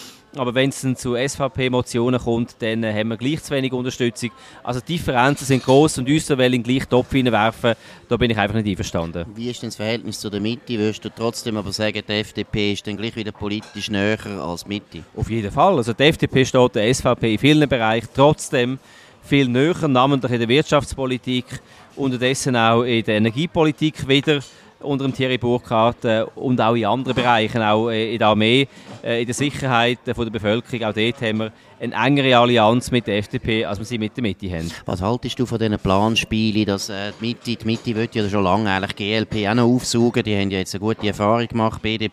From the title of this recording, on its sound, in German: Live aus der Bellevue-Bar